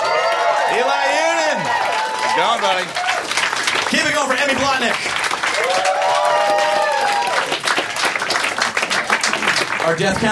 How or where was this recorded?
busy venue